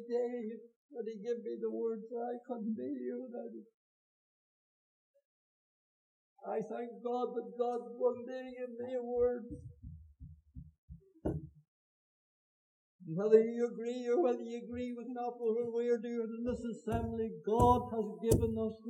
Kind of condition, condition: setting, large echoing room